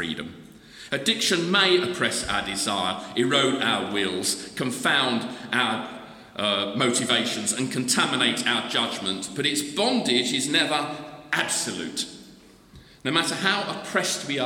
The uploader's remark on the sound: The Recovery Course Conference Keynote Address